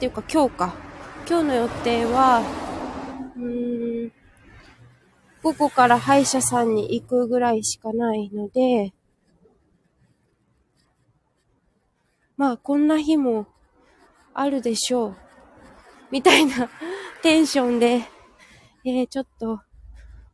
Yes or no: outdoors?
yes